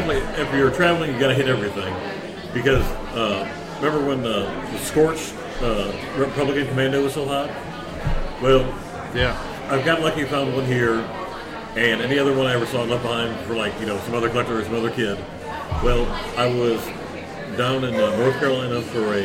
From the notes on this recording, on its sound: We have our panel from Hero Con in Ashland, KY at the Highlands Museum.